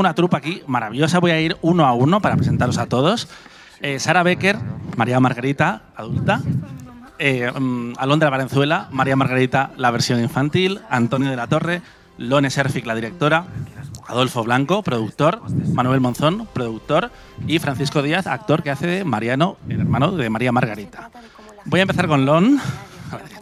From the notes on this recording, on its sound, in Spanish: Pilla al equipo del programa en el ecuador de la Seminci de Valladolid. En una grabación en mitad del salón de mesas del restaurante 'Don Bacalao'.